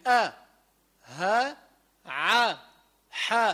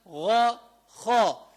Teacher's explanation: هذه من الحلق، هالست حروف بيطلعوا من الحلق، لذلك بسمون هالحروف الحروف الحلقية.